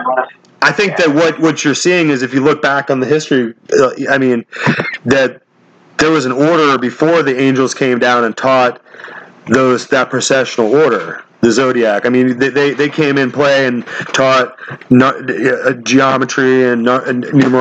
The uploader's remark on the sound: This audio take is Lo-Fi and low-tech for your listening pleasure.